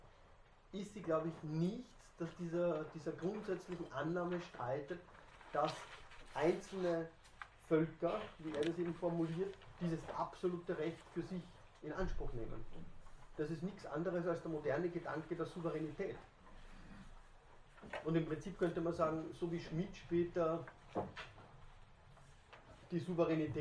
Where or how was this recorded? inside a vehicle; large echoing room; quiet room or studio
large echoing room